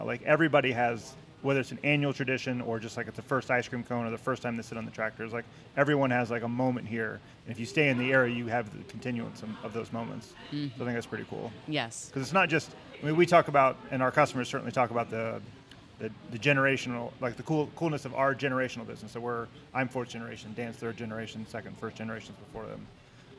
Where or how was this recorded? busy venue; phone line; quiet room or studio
busy venue